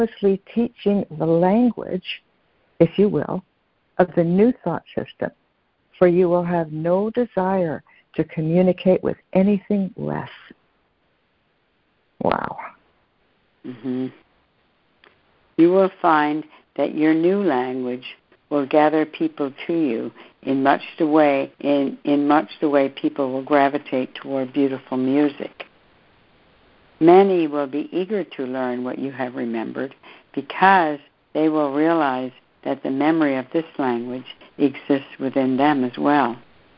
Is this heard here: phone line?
yes